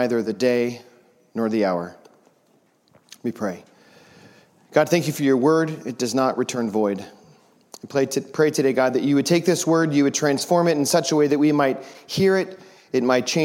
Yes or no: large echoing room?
yes